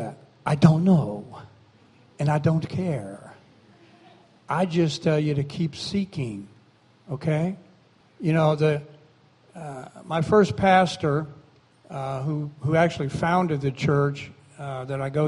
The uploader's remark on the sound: recorded on August 13, 2017, during Sunday morning service at Celebration Life Family Church